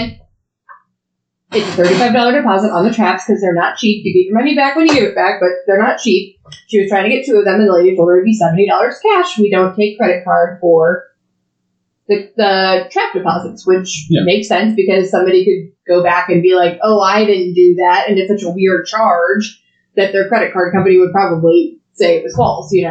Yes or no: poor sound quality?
yes